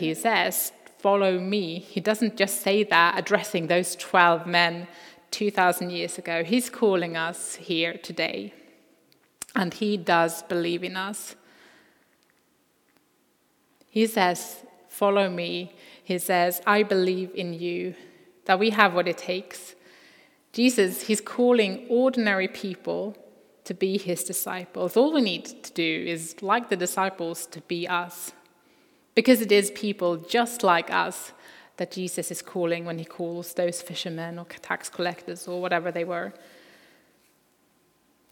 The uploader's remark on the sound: Recording from Immanuelskyrkan Skövde.